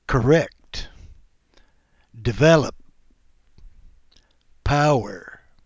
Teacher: the little sounds in the unstressed syllable are almost not even there? We call the little sound we put in there the schwa, and you should already know that.